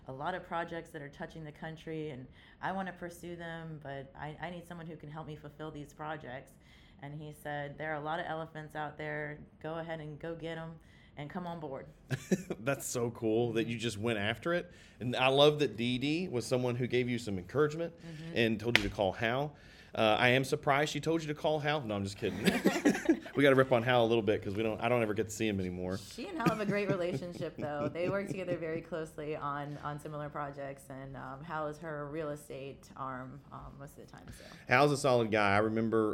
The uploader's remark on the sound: Live from Myrtle Beach at the Business Facilities LiveXchange Site Selection Event.